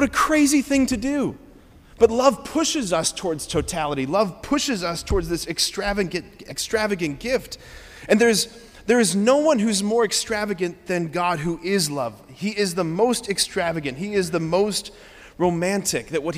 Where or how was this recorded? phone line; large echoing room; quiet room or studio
large echoing room